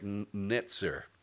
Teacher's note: the Z is a sort of a TZ sound, so it sounds like netzer